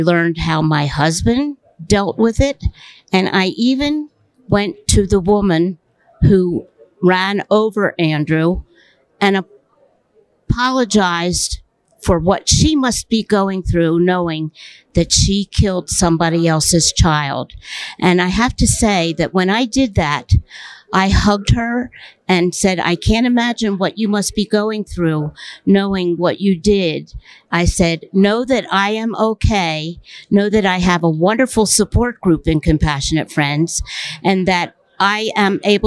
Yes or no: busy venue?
yes